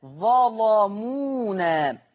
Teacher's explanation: خلي بالكم من تغليظ اللام